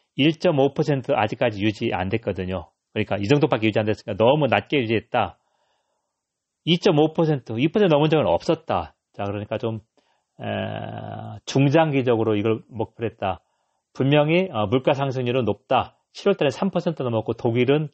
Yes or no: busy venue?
no